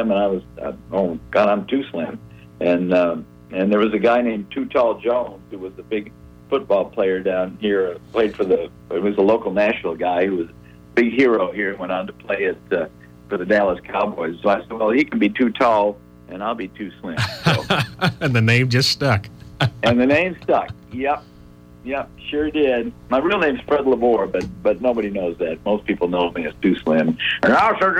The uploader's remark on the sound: We had two members of the band call in to The Chubby Howard Show